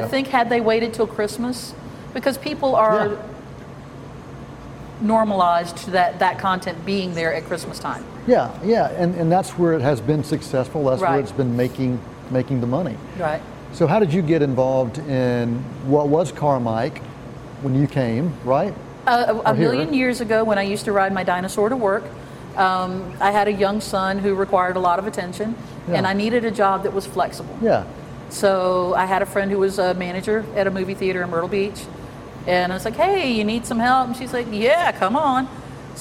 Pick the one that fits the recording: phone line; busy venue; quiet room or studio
busy venue